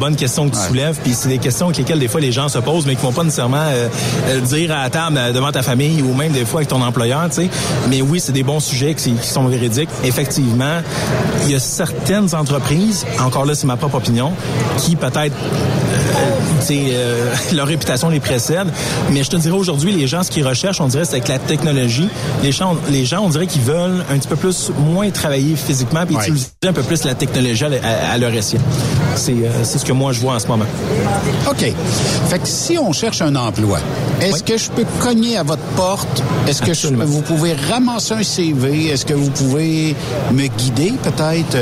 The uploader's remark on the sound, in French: 25 Mai 2023 EXPOCAM. Aujoud’hui nous sommes en direct de l’expocam 2023 à Saint-Hyacinthe!